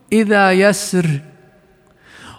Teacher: بنطق ثلث حركة وترك ثلثيها وبصوت منخفض جدا · Term: الروم